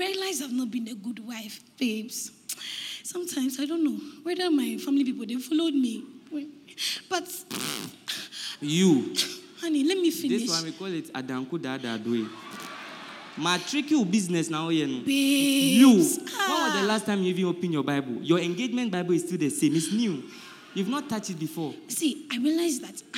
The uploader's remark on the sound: Preached At The First Love Centre, Accra